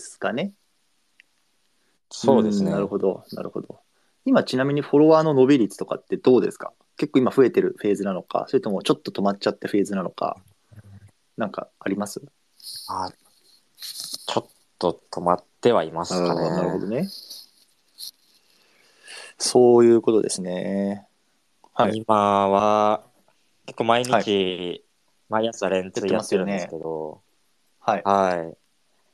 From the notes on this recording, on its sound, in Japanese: スペース対談。スペースの録音です。